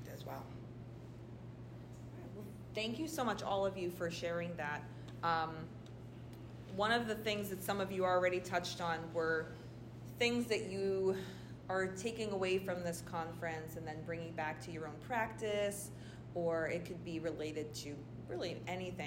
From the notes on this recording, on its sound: Live from the Institute! The Institute is a professional development opportunity that features cohort-based collaborative learning, instructional workshops, community building, and open studio time.